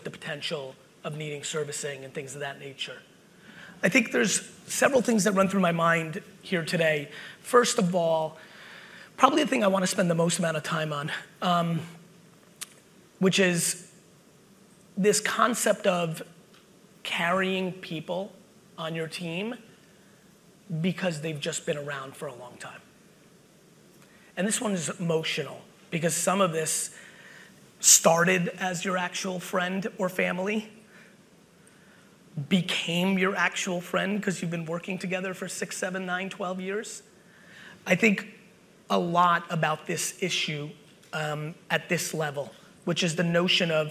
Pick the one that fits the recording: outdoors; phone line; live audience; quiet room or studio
live audience